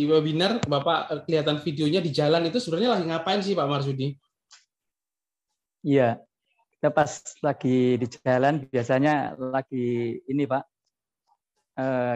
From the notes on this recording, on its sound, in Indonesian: Podcast ini adalah hasil rekaman webinar